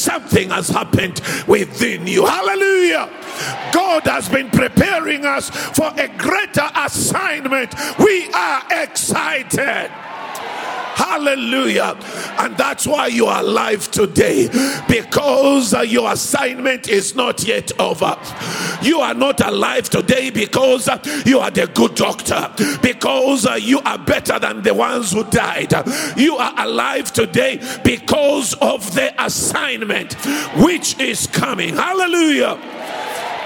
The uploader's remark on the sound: Preached at the MOH Session, hosted at Grace Bible Church Pimville on the 13th of August 2022.